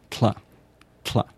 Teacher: It's the sound at the beginning of the word Klingon is actually an aspirated, let me get this right, it's an aspirated alveolar lateral approximate, or alveolar lateral affricate.